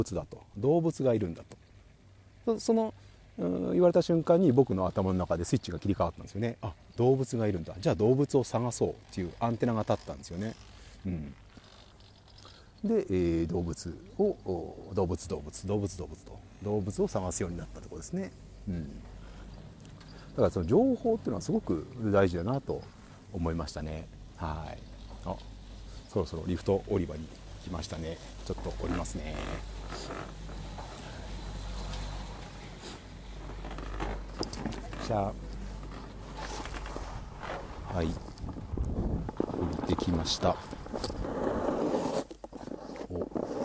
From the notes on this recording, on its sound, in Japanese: ゲレンデトーーク＠白馬乗鞍温泉スキー場 大好きなスノーボードをしながら、音声収録してみました。